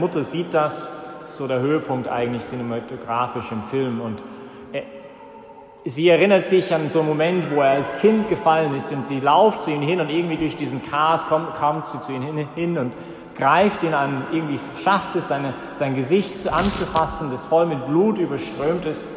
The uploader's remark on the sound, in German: Das war die Predigt während der Ostervigil, die vom Zentrum Johannes Paul II. In der Minoritenkirche in Wien.